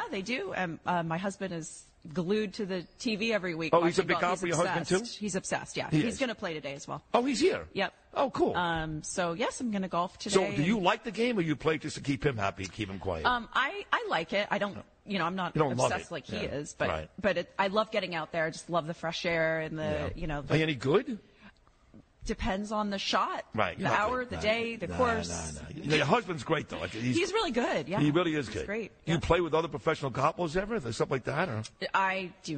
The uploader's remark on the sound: live from Oheka Castle